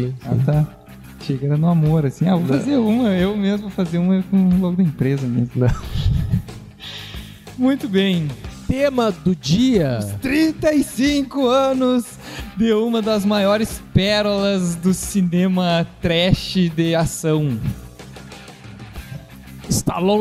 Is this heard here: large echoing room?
no